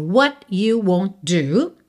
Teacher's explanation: Won't, com do você liga num som só, ok? Do T e D vira uma coisa só.